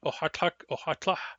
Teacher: the M is often not pronounced, and it is not pronounced in the sentence ohatla